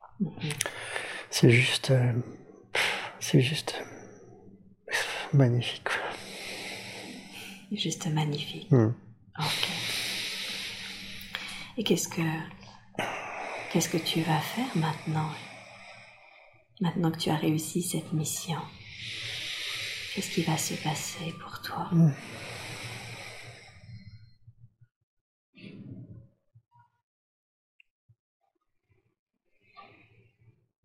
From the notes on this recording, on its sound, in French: Séance de démonstration d’Hypnose Transpersonnelle® lors de la formation de Bordeaux. Certains bruits de fond (environnement et stagiaires) se font donc entendre.